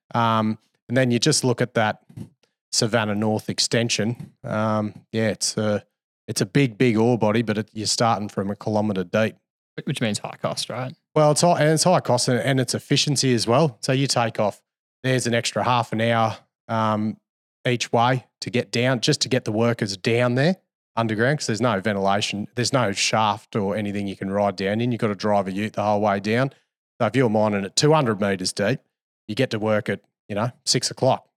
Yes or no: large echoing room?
no